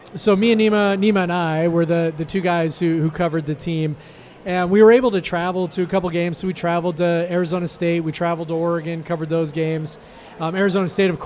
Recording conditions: busy venue